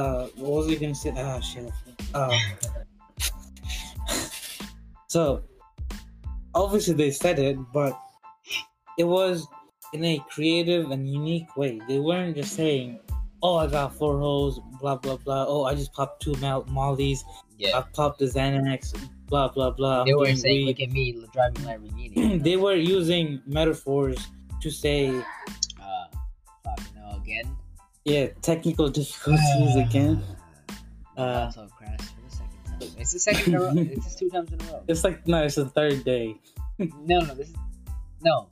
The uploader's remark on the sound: Sorry for the technical difficulties and sound quality in this episode.